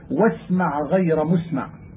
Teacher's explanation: وإذا وقع بعد العين الساكنة غين وجب بيان ذلك لقرب المخرجين، ولأن اللفظ يبادر إلى إدغام العين في الغين، ولأنهما من الحلق جميعا، وذلك نحو قوله واسمع غير مسمع.